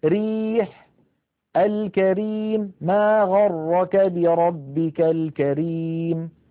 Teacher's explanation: ترقق الراء إذا كانت أولا مكسورة